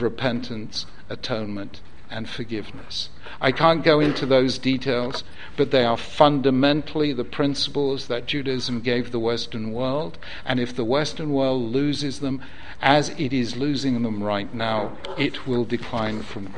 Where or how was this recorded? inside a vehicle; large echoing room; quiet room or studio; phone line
large echoing room